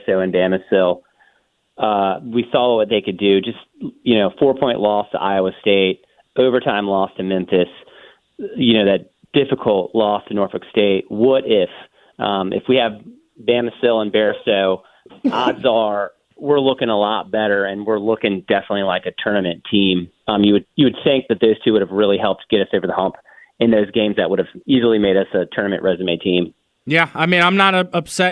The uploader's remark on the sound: Then we take some calls. Taking some calls.